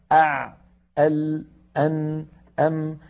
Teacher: لما يكون الحرف بينيا وساكنا من حروف لن عمر أع أل أن أم يكون زمنه أقصر من زمن الحرف الرخو